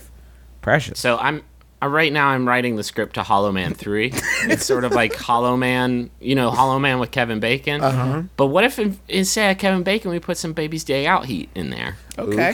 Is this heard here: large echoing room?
no